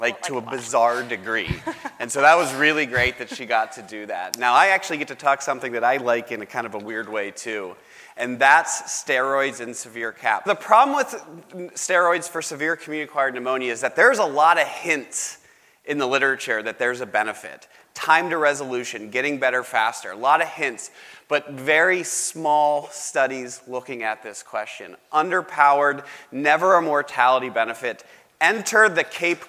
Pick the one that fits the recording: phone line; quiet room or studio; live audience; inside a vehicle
live audience